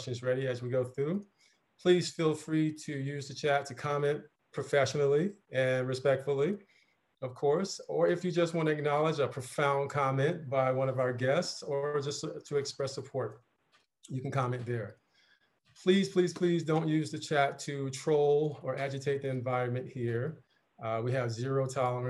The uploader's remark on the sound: Listen in as livingHR hosts a virtual gathering with expert panelists.